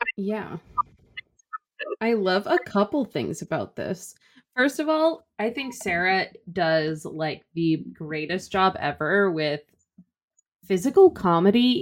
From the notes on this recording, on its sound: Our audio this week is a little wonky